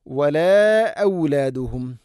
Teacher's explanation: മദ് മുൻഫസിലാണ്, 4-5 ഹർക്കത്ത് വരെ നീട്ടാവുന്ന മദ്